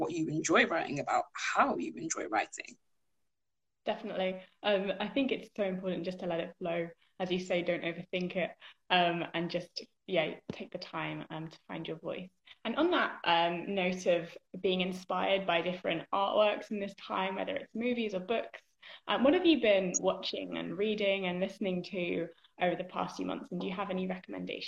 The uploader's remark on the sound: live Instagram interview